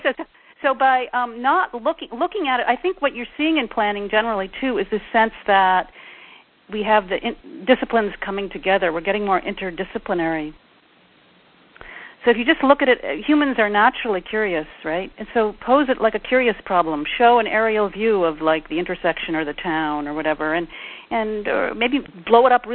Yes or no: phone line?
yes